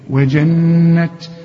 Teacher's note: والتاء دي من حروف الهمز، يطلع شوية هوا كده